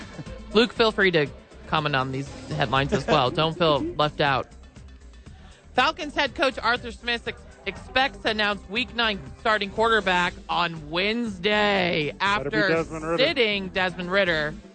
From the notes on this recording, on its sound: The Bois are live from Howies Sports Page.